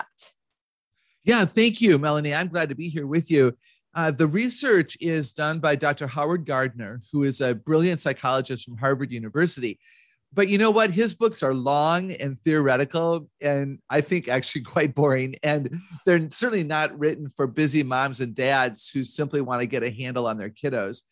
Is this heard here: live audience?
no